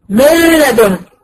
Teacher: النون دخلت في اللام واختفت فيها ولا ليها اثر خالص · Term: ادغام كامل